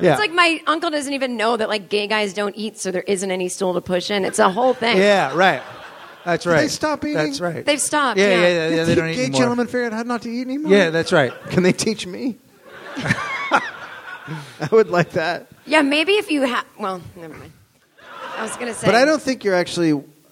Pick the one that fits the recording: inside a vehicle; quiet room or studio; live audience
live audience